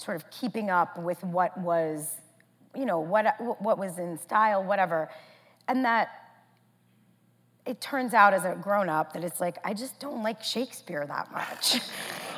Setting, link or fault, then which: setting, live audience